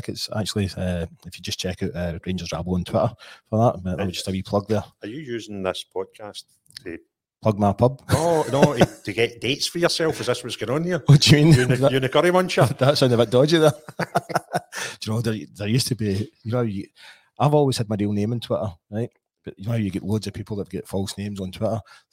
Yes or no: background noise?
no